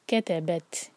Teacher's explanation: تا پر ہمز، ہوا جاری رکھیں گے مطلب سانس جاری رکھیں گے